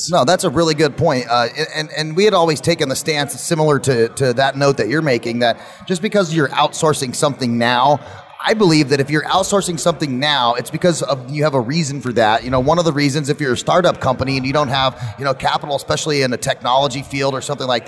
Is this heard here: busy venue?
yes